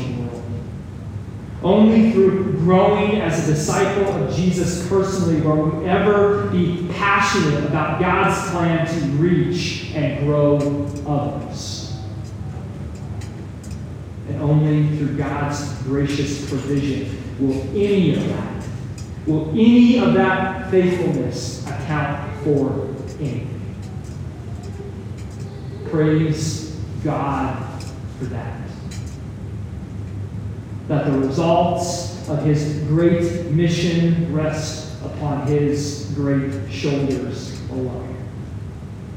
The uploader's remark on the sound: Some technical difficulties led to a poor audio recording